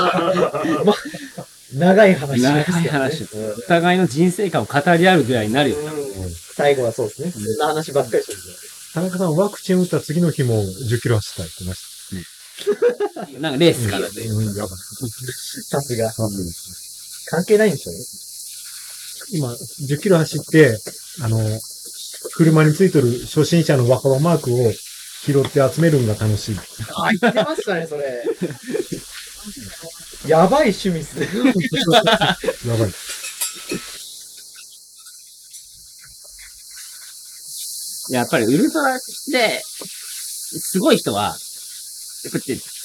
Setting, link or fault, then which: fault, background noise